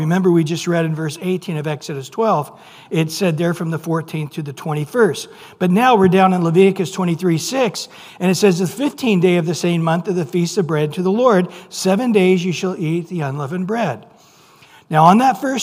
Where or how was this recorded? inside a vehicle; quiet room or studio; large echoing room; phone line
large echoing room